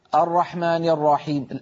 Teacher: الراء الأولى تخرج هكذا سريعة مبتورة الزمن، لا نبتر زمنها، بل نعطيها حقها من الزمن، والباقي جيد.